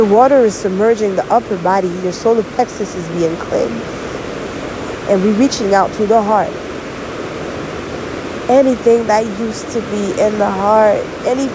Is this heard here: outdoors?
yes